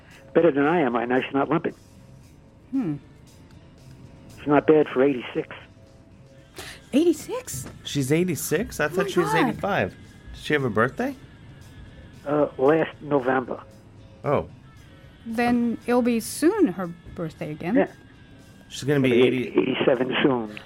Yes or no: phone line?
yes